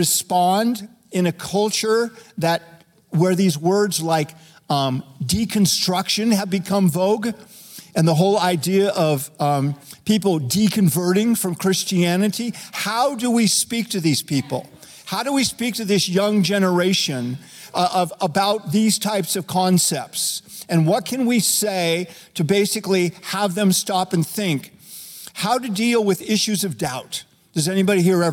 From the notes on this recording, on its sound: Recorded live at Capital Church in Meridian, Idaho